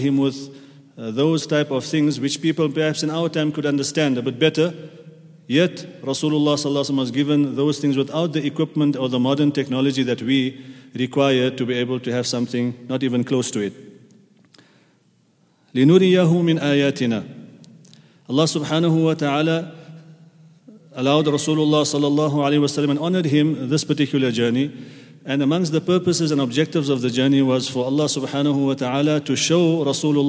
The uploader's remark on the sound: at the Houghton Masjid (West Street)